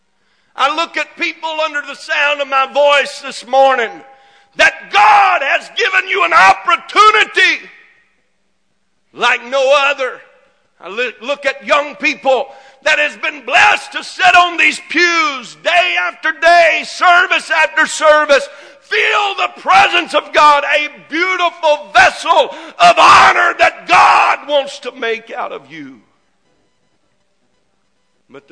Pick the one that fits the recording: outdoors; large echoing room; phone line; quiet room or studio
large echoing room